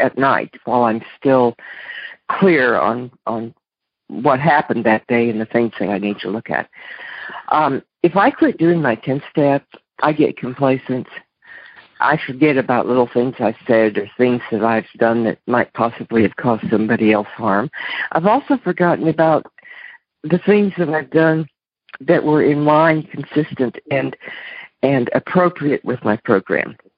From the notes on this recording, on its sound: Monday Noon Phone Speakers Series.